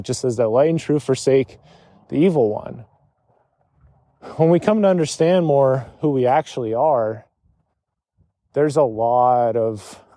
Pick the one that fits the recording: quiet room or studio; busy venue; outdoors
outdoors